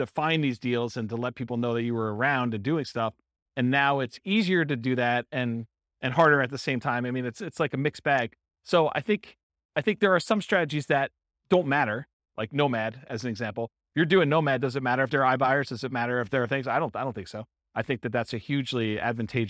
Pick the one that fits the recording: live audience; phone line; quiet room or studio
live audience